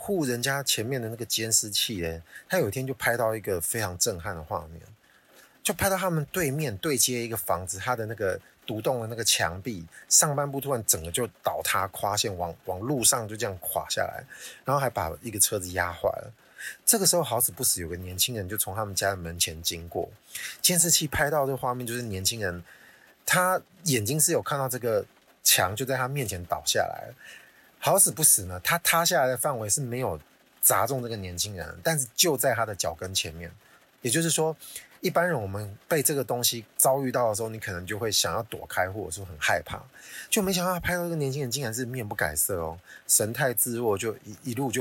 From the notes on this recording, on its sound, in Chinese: 本集音質注意。既然有各種干擾音+音質